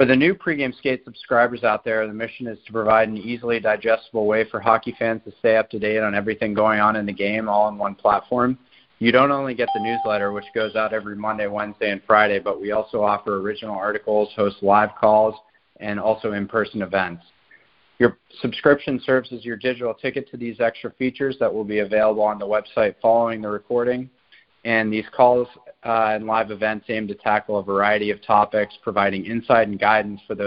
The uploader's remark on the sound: the recording of our LIVE conference call